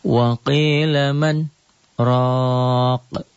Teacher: Diamnya itu tidak ngambil nafas, diam seketika tanpa mengambil napas.